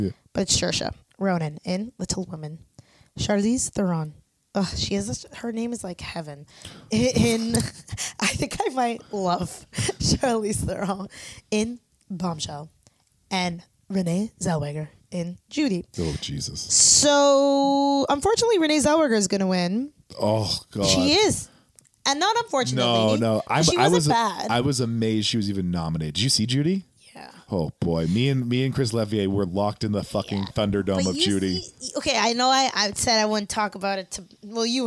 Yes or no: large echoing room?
no